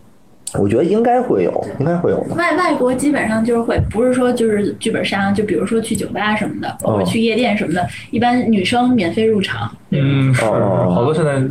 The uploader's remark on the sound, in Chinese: 本周加更一期直播节目，音质一般，多担待。